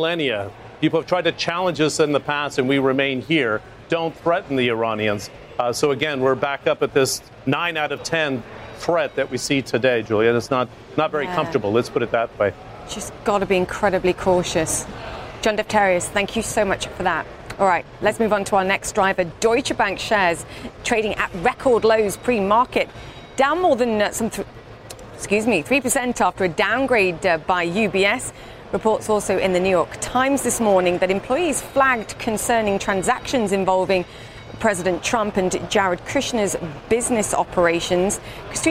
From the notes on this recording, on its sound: live from the New York Stock Exchange